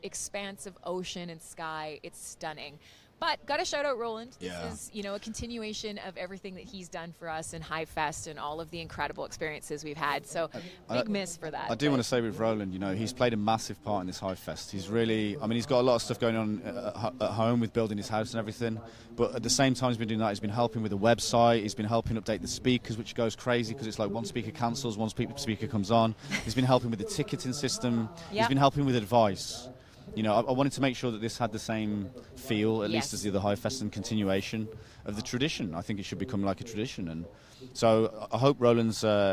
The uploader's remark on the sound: Chillout Room - Conference Day 1 | HiveFest 2023 Event. HiveFest8, the Ola Surfista edition!